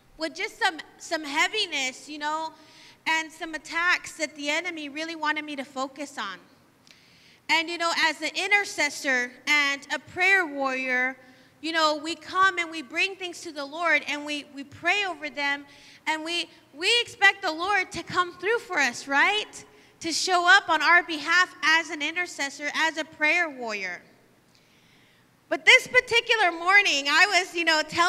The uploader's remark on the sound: live from Emerging Streams Apostolic Center